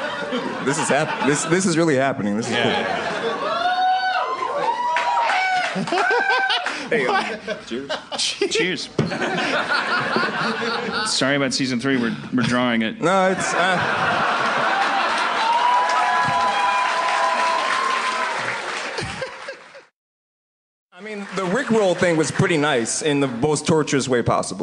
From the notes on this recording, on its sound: LIVE from Esther’s Follies at SXSW’17 in Austin, TX. Audience members.